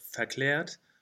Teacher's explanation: This one is special because it's the A umlaut. So the A umlaut is always an open epsilon E.